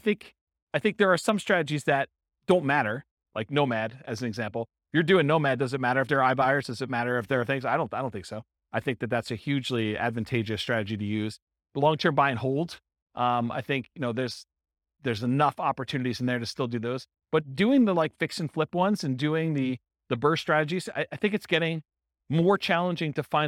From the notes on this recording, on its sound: This was a live class recorded